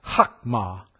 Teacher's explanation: with the emphasis on the second syllable. You have that particular letter, the first letter in the Hebrew, which is the letter on the right, it's pronounced almost like you're clearing your throat.